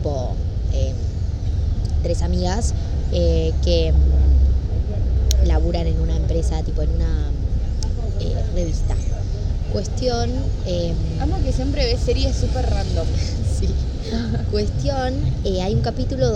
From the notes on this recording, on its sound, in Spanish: Perdón por el ruido infumable de fondo